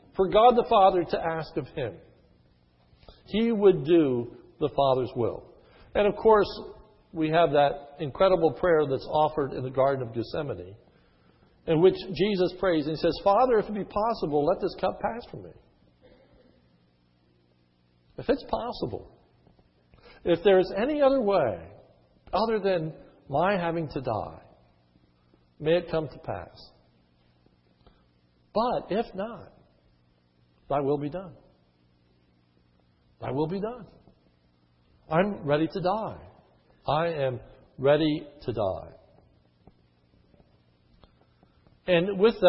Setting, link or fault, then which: setting, large echoing room